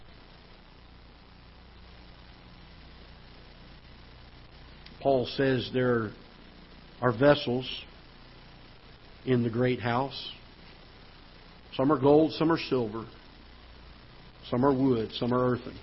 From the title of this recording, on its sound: Ketha Heights Baptist Church ~ Live Broadcast